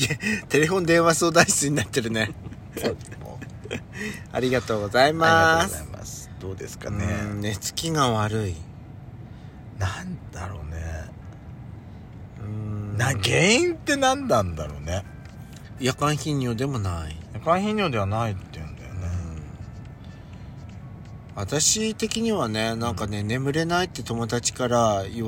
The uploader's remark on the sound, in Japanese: パーキング収録